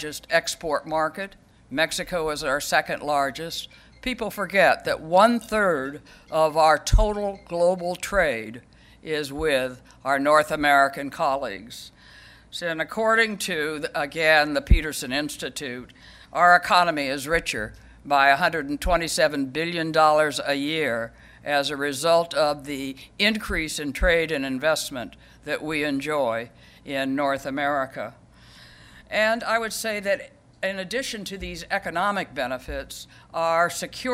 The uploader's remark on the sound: At the Council of American Ambassadors' Spring Conference, Global Tour d'Horizon